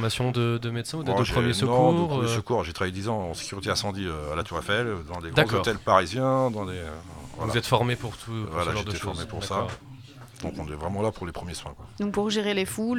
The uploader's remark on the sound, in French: Libre antenne Gilets Jaunes à la seconde Assemblée des Assemblées à Saint-Nazaire